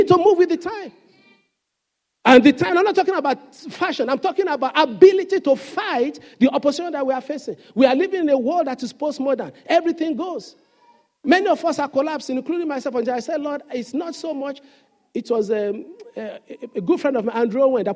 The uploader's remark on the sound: Sunday Service message preached. Fountain of Love, RCCG Aberdeen, UK.